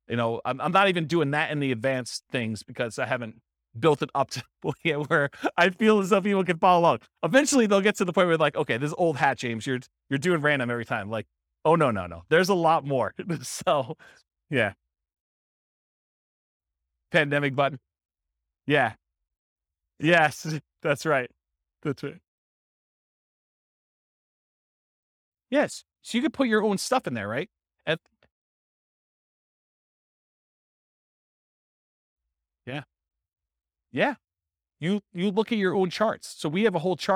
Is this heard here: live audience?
yes